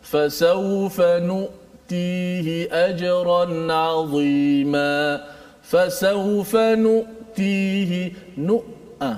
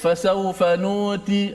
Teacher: dia tertahan suara kita bila menyebut hamzah tu dia tertahan · Shown in: first take · tengok contoh ayat fasawfa nu'tihi ajran 'azima fasawfa nu'tihi nu' a suara kita kata sekat kalau kita buat fasawfanuti, ah ha, tu lah.